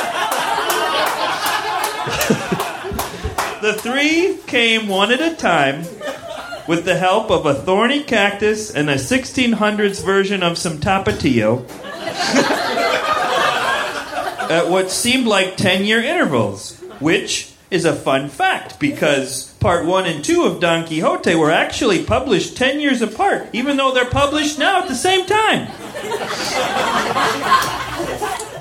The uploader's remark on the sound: Recorded September 21, 2014 at The Virgil in Los Angeles.